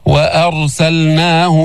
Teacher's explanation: فخم الراء وما تفخم الهمزة